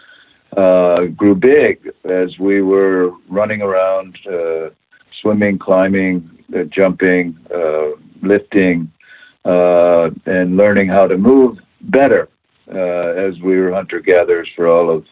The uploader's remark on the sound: via internet phone